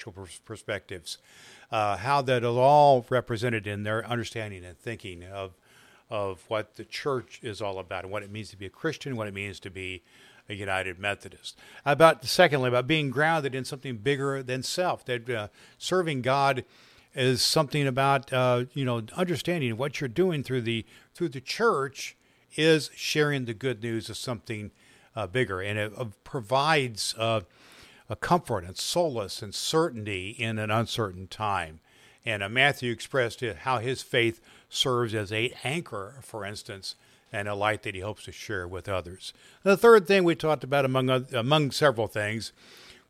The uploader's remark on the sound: Recorded live from the Indiana Annual Conference of the United Methodist Church. In Muncie Indiana.